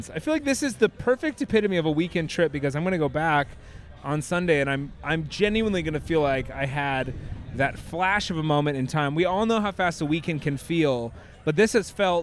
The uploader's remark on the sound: Margaritaville Hotel: San Diego. Recorded live by the 5 o'Clock Somewhere Bar, the boys are joined by countless characters from the property in a fun-filled afternoon.